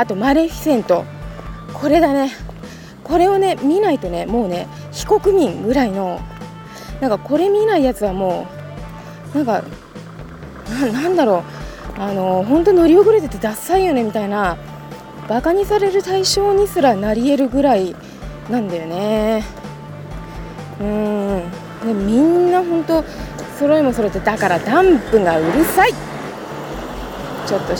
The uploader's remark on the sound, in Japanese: 今回トーク部分は、朝、喫茶店に行く道すがら、歩きながら録りました。風の音や私のヒールの音が入ってますが